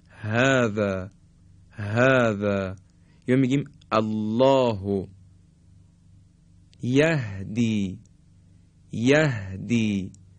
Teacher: وقتی میگیم های دو چشم رو تلفظ میکنیم، دیگه این گرفتگی در حلق ایجاد نمیشه